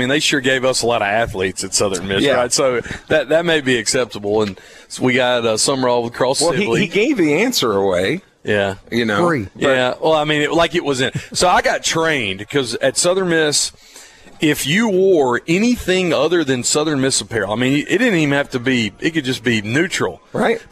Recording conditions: busy venue